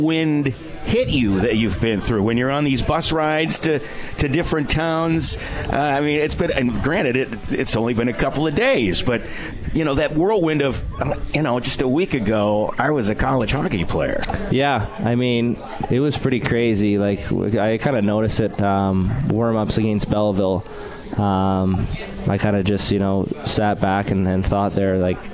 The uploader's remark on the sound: Live from Swifty's